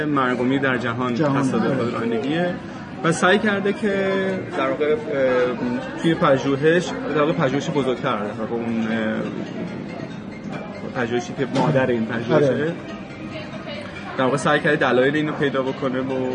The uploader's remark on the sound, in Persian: غروبی زیبا در کافه ای نشسته بودم. با همیان وضع و سر و صدا و شلوغی کافه صدا را ضبط و کمی ویرایش کنم به عنوان اپیزود تازه منتشرش کنم...بنابراین کیفیت صدا شاید کمی بد و سختگوش باشد.